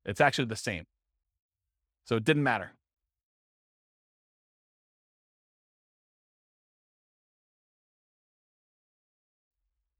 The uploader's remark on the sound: This was a live class recorded